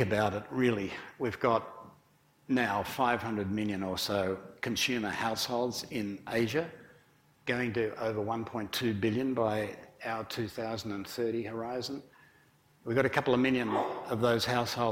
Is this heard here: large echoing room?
yes